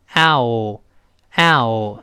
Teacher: 先发啊，然后后面发 o，是两个单元音。由啊滑到这个 o · Term: 双元音